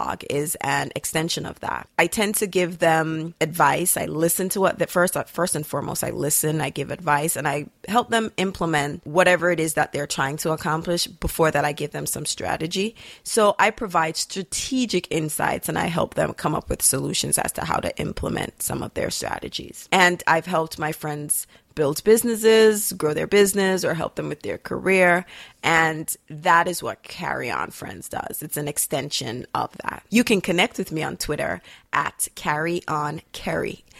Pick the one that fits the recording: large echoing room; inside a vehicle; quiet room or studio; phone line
quiet room or studio